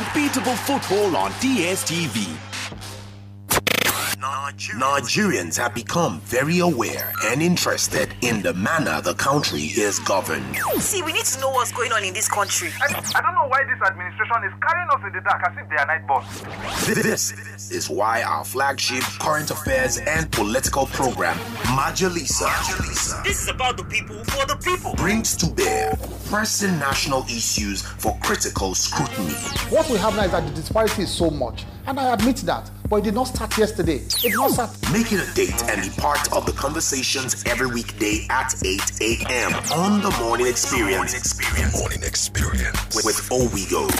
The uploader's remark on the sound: I was on a radio show called "House of Parapo" at 99.9 Kiss Fm Abuja radio. Some men called in during the show.